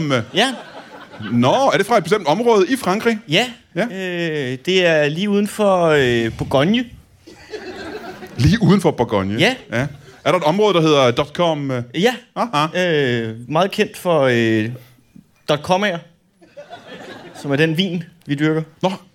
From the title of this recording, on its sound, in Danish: LIVE fra HCA Comedy Festival